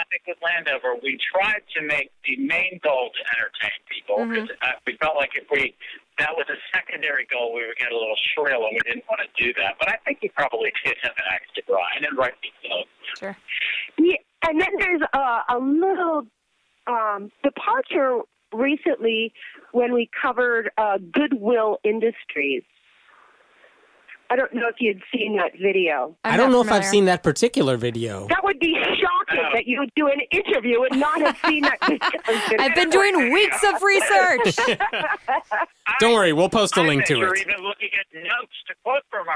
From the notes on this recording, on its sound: This is our first time trying to host four people on the same phone call, so the audio's not always ideal, but hopefully it's all still audible!